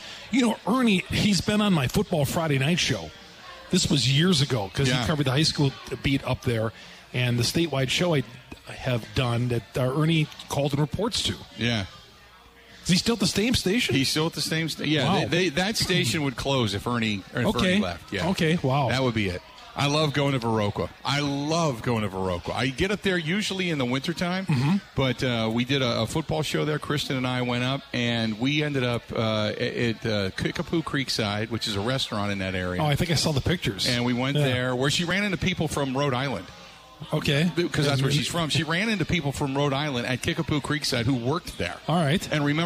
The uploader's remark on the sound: live at Steny's